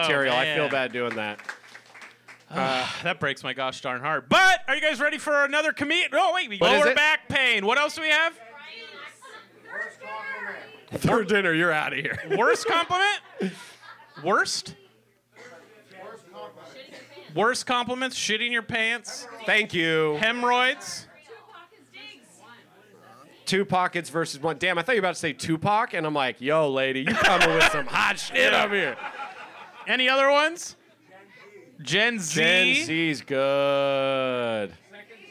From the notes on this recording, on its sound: Recorded live from the Hollywood Improv on December 7th, 2023.